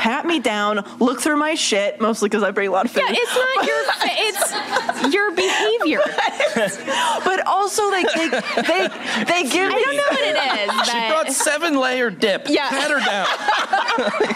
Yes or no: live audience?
yes